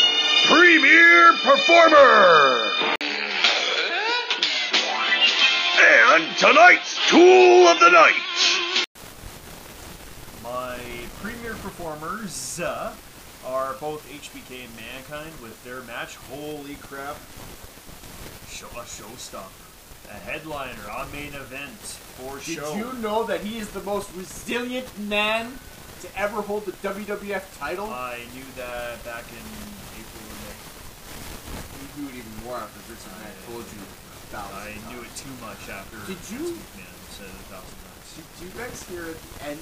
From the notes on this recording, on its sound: Warning* There are some technical issues in this episode.